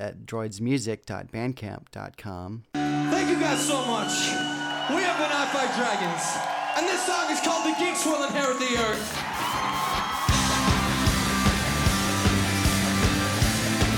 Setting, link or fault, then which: setting, busy venue